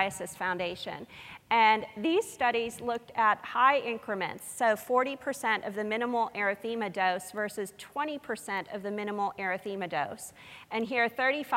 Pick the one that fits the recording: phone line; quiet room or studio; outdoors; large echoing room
large echoing room